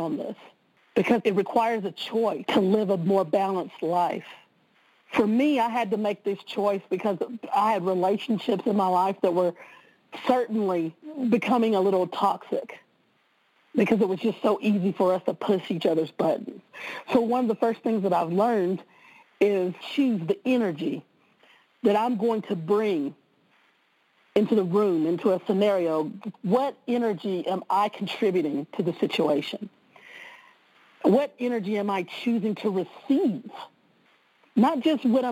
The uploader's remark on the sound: Conference-call based classes. Class Part 1 of 4.